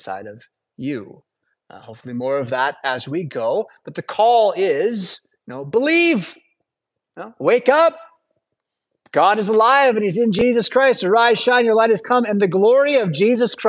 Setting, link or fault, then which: setting, large echoing room